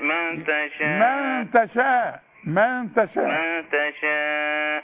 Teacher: شوف النون اللي بعدها تاء، اوعى تستعمل لسانك تقول من تشاء ما تقولش من تشاء.